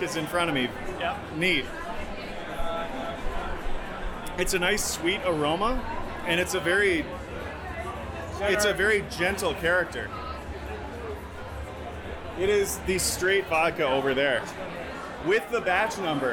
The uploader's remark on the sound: Bonus Live Interview Audio from TasteTECH